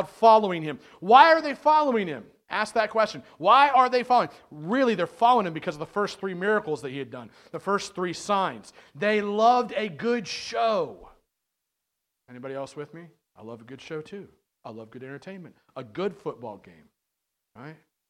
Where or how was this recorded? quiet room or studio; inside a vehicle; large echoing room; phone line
large echoing room